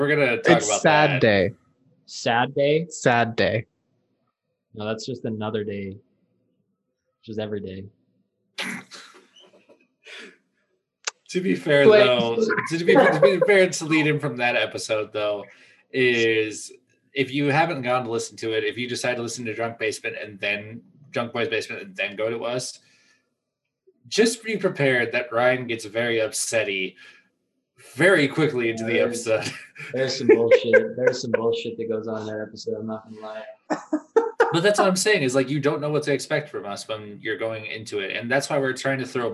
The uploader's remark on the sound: Apologies for the technical issues causing a slight audio issue